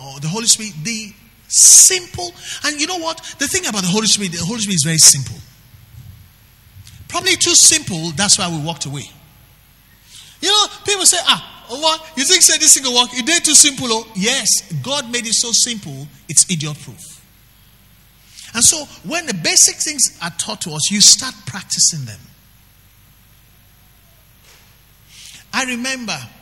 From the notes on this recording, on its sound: Record LIVE at our Wednesday Interactive Service on January 30, 2019